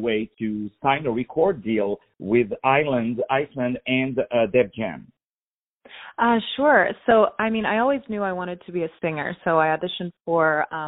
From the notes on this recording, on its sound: On the phone